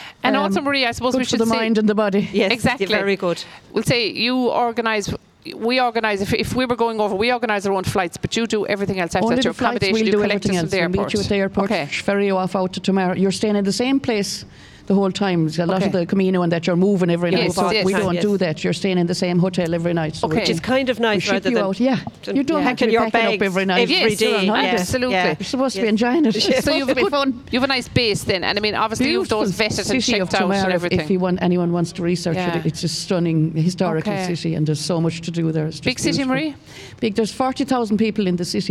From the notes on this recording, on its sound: As broadcast live from the the Fair green at the Scariff harbour festival on 5th August 2023.